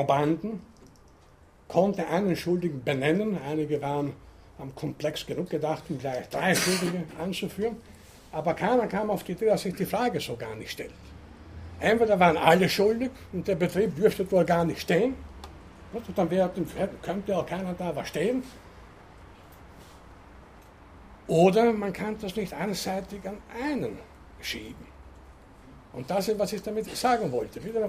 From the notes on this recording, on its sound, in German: Diese Vorlesung wurde von Studierenden der Uni Wien aufgenommen.